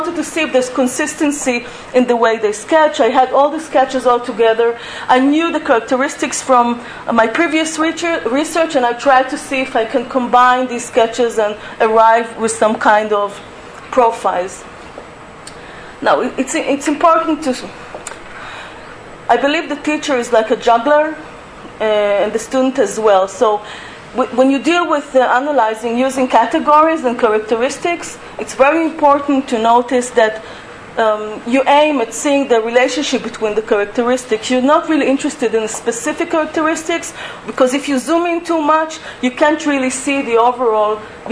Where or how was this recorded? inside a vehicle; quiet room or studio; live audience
live audience